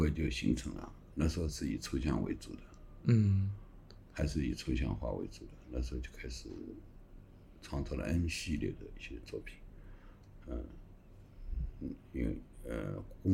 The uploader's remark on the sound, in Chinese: 本期录制时环境比较嘈杂